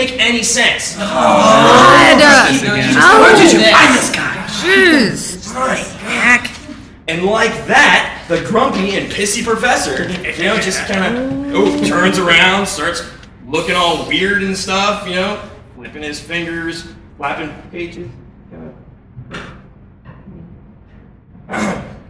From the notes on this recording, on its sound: Recorded Live at Packrat Comics. Packrat Comics is a fun family friendly comic shop located in the heart of Old Hilliard.